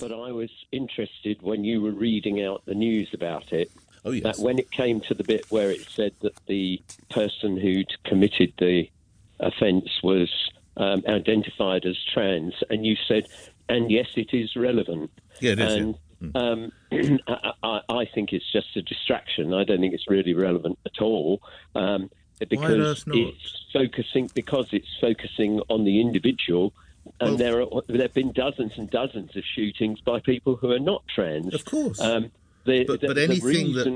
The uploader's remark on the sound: The Tuesday Phone-In.